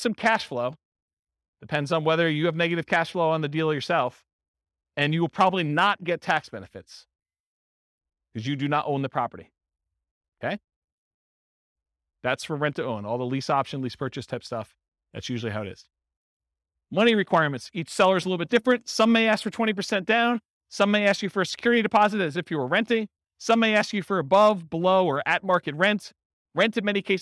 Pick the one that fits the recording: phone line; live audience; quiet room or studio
live audience